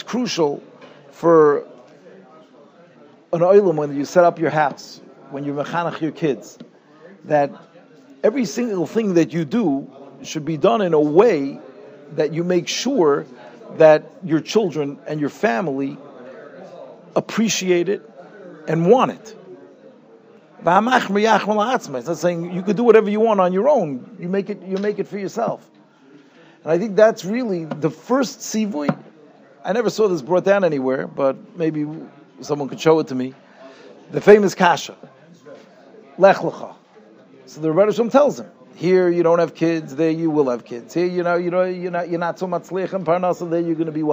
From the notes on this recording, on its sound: Shiur recorded in Yeshivas Ohr Reuven, Monsey, NY.